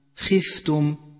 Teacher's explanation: فحرف الخاء المكسور يكون في أدنى مراتب التفخيم